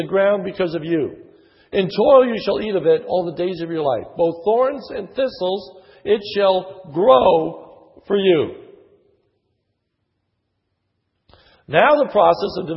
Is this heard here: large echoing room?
yes